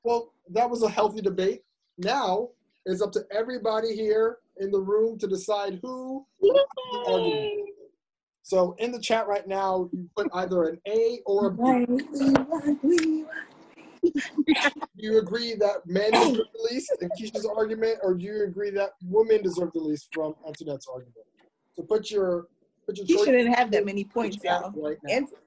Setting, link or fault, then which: link, video call